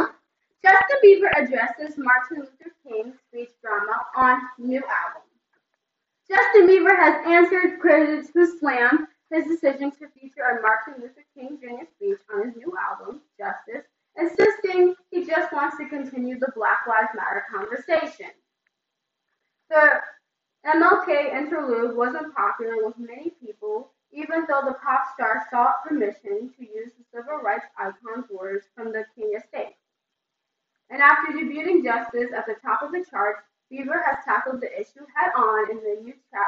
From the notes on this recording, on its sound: I spaced out and forgot to hook up the sound.